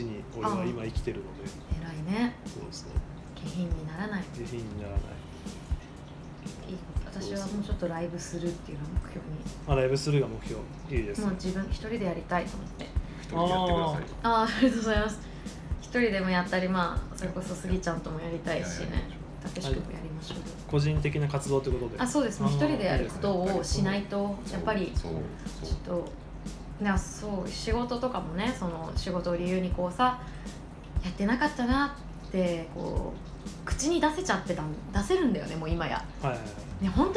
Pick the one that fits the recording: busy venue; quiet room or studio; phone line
busy venue